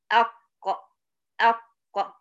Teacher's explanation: هتلاقي أقصى اللسان يرتفع وعنده بينتهي الصوت · Term: القاف